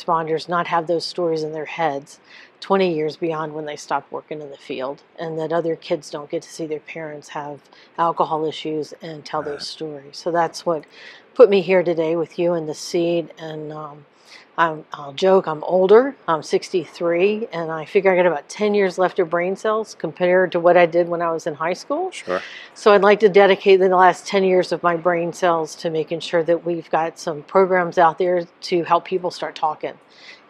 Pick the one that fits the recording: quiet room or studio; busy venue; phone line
busy venue